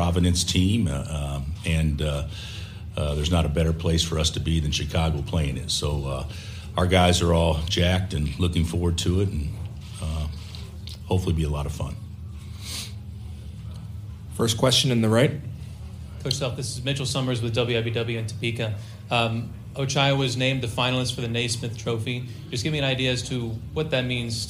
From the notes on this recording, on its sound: press conference audio, all from Chicago, IL